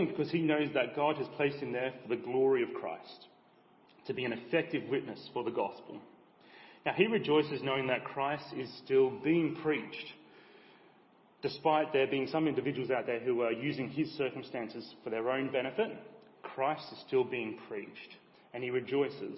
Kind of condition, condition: setting, large echoing room